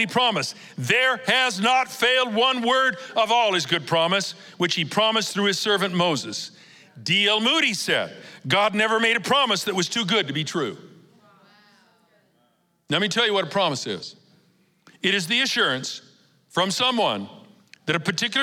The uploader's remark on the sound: Recorded live at Capital Church in Meridian, Idaho